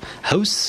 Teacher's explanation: in house, it is a voiceless environment, and in houses it is not, it's a voiced environment.